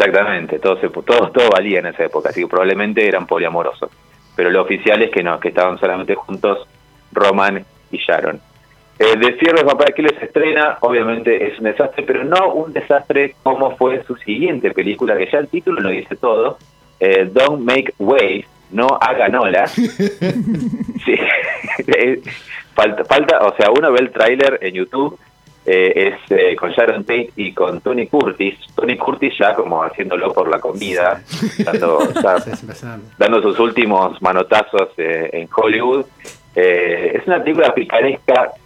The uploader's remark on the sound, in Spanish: salió por teléfono